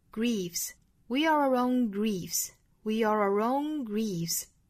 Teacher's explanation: We are our own griefs.后面这个 grief,我们注意紧张音 e, grief,后面加 s 是轻音，因为它尾部的这个 f 是轻音嘛，轻轻浊浊尾部应该读轻音 griefs.